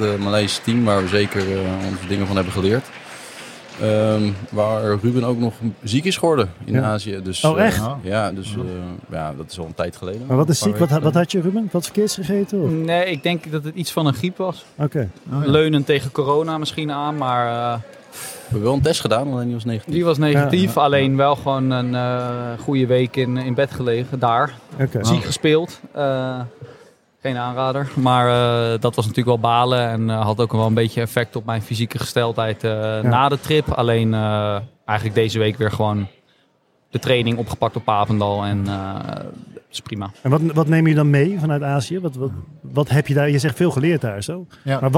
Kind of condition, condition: setting, busy venue